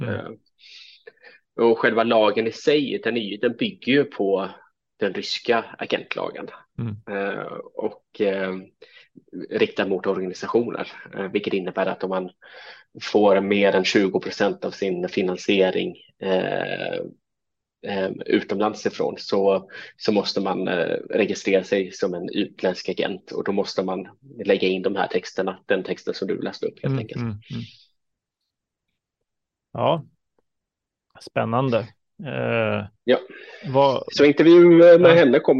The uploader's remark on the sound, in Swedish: På länk från Georgien